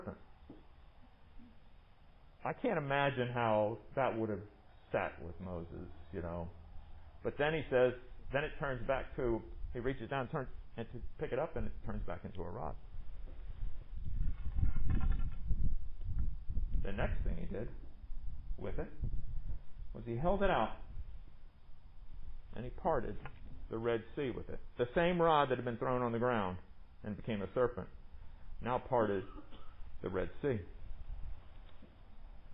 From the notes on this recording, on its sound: Recorded under the pavilion at MPPC on Sunday, September 27, 2020